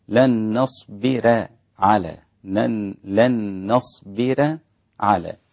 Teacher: ورش يرقق الراء لأن الذي قبل الراء مكسور · Term: ترقيق الراء